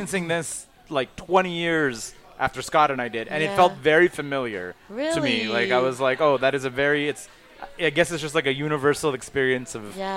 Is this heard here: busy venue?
yes